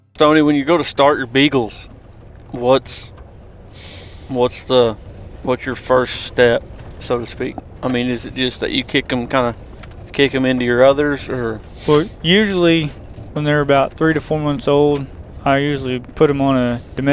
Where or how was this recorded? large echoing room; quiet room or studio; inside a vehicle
inside a vehicle